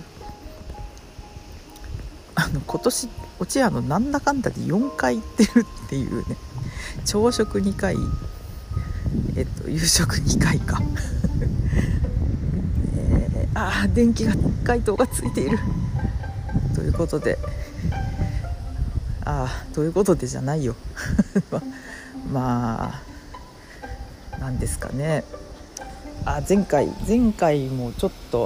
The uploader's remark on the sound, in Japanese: 外収録。外であるだけ。